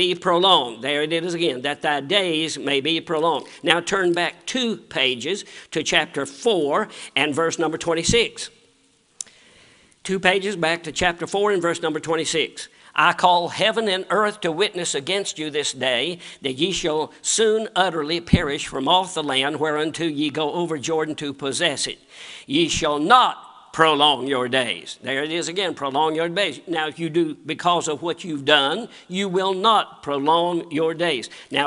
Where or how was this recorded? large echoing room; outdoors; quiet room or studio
large echoing room